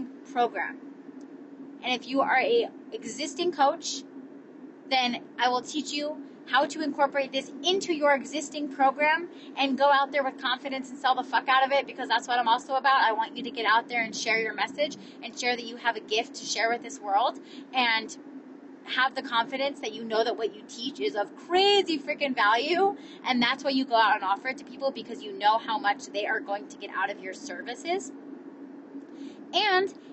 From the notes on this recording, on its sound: Recorded this episode LIVE while driving home from the Pays To Be Brave Conference. In San Diego.